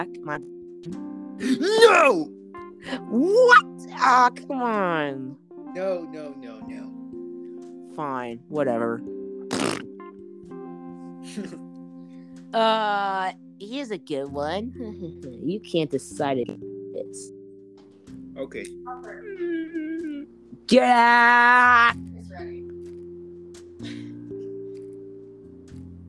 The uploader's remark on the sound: my microphone is a little bit laggy because of my Wi-Fi so it might sound a little bit weird